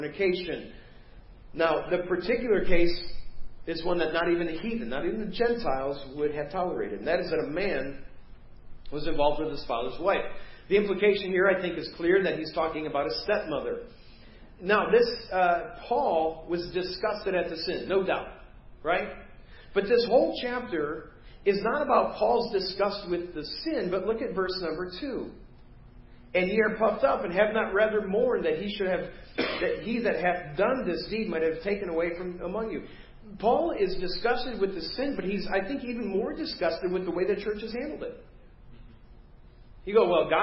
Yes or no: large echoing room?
yes